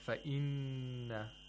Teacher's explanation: The noon is mushaddad. We have a complete ghunna.